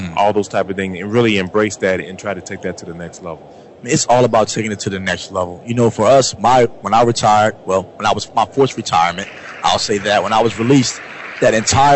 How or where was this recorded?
busy venue